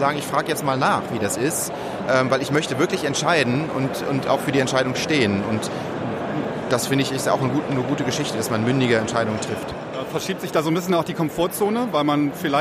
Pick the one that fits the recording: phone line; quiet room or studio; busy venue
busy venue